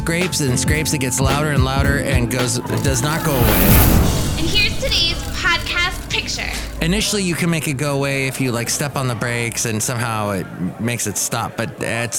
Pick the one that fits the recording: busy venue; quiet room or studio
busy venue